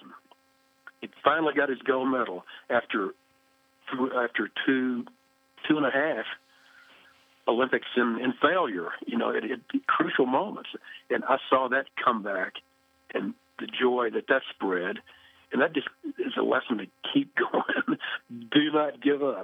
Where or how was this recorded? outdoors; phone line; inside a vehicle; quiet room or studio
phone line